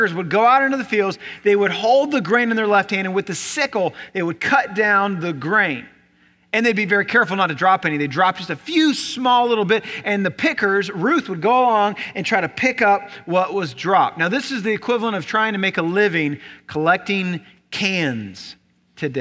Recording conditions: large echoing room